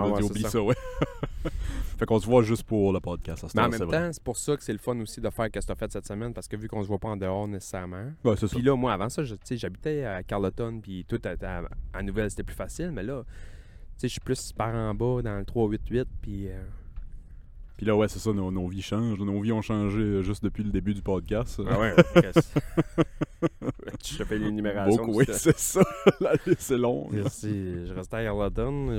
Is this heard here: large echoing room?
no